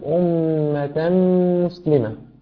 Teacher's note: كذلك لقد أتيت بالغنة في كلمة أمة بمقدار حركتين، وتركت الغنة في ميم مسلمة، فعليك أن تقول أمة مسلمة، فأن تأتي بالغنة في الكلمتين بمقدار حركتين